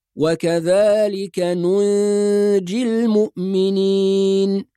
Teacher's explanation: فبعض الناس مثلا يقرأ نجي المؤمنين، هذه قراءة صحيحة، ولكن في رواية حفص لازم نظهر النون الثانية يعني ننطق نونين · Term: حكم الإخفاء